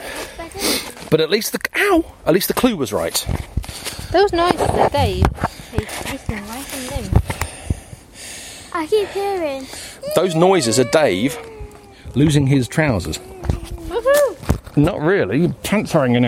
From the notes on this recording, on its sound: This is a fairly long episode which hasn't been edited down much, so there are a lot of ambient pauses and heavy breathing to be enjoyed. Recorded in the field on my Olympus DM-3 voice recorder.